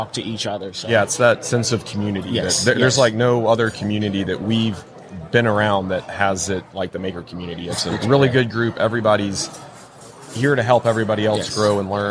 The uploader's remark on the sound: LIVE from WORKBENCHcon 2022. In the Wall Control booth.